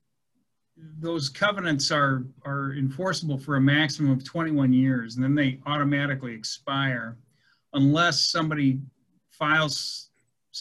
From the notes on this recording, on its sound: Was held on Zoom due to the pandemic.